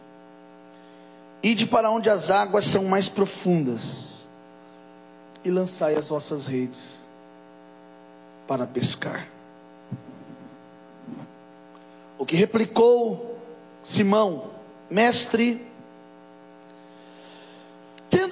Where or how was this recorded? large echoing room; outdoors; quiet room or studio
large echoing room